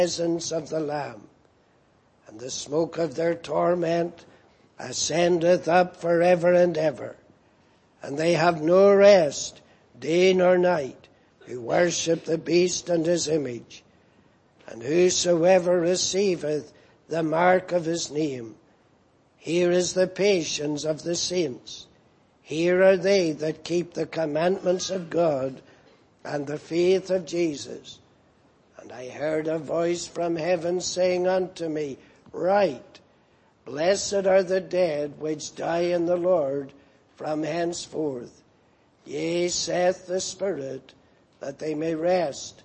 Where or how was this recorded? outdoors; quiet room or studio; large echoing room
large echoing room